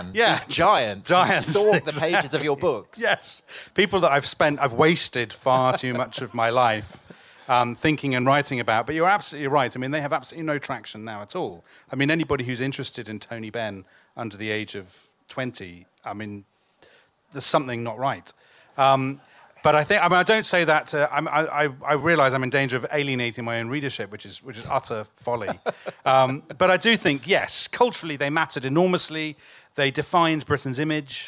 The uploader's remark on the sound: live at the Chalke Valley History Festival